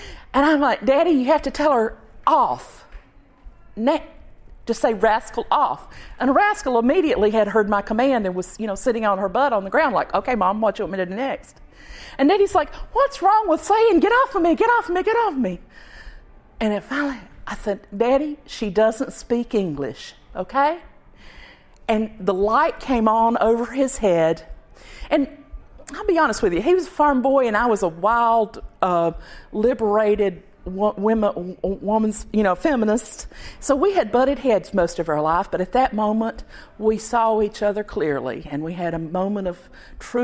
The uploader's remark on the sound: Recorded at Cup 22 at the Haw River Ballroom in Saxapahaw, NC.